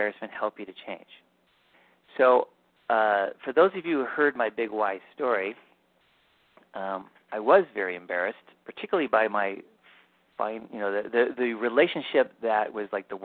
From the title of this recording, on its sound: Live Q&A Calls